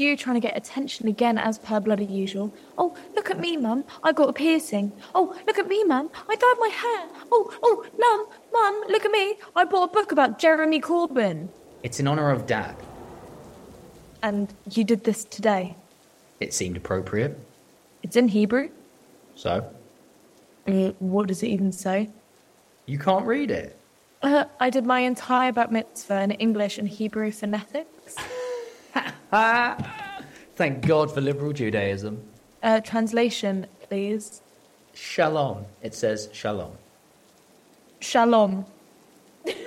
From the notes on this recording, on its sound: Yom Kippur night. There is a storm outside. By the light of a memorial candle.